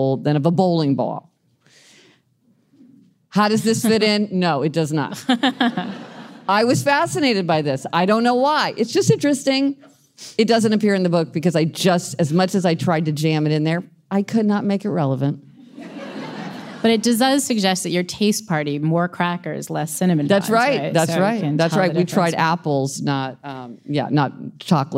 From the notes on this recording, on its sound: Live from Toronto. Came together at Toronto's Hot Docs Festival to answer these and other questions from a live audience.